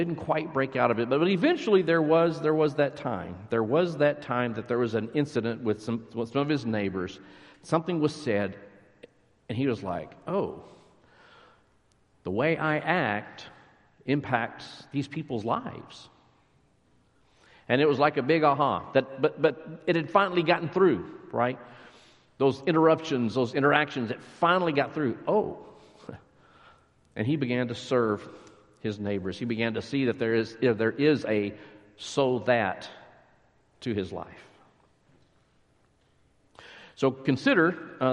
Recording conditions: large echoing room